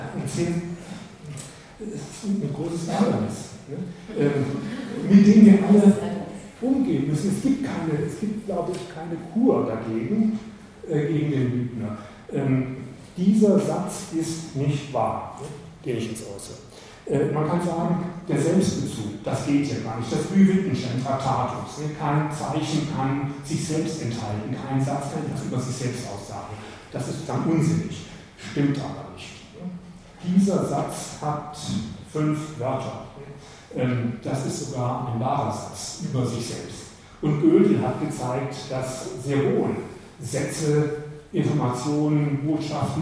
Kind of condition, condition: setting, large echoing room